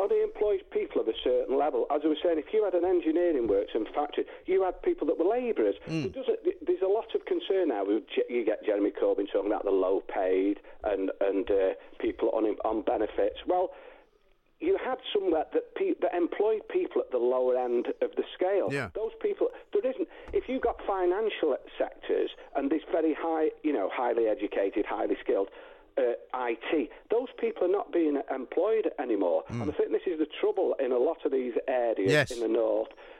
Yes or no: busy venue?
no